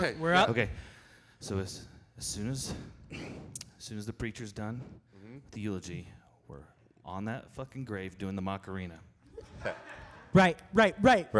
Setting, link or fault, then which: setting, live audience